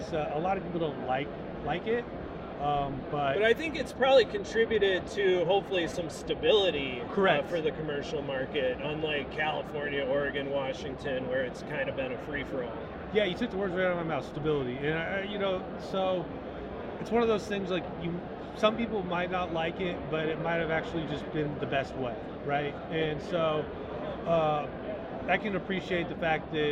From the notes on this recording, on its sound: Recorded at the 2022 MJ Biz Convention in Las Vegas, last November.